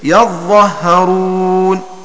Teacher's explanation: بفتح الياء والظاء والهاء وتشديدهما من غير ألف بعد الظاء